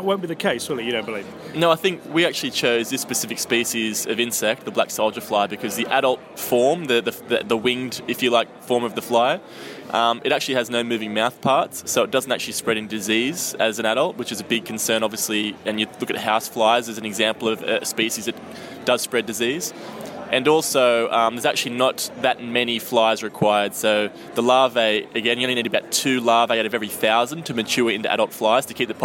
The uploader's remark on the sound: Highlights from the East of England Farming Conference